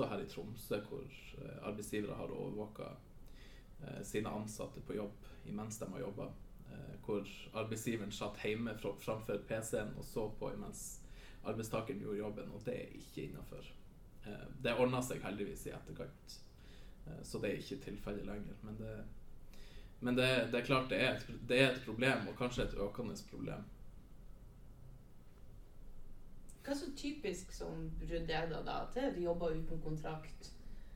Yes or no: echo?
yes